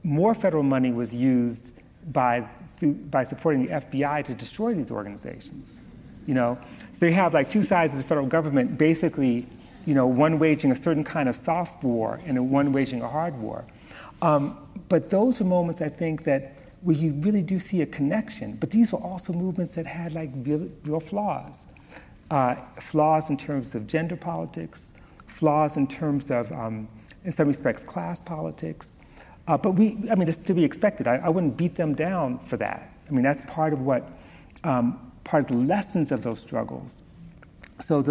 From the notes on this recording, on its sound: Recorded at the Lensic Theater in Santa Fe, New Mexico on September 11, 2019. Recorded at the Lensic Theater in Santa Fe, New Mexico.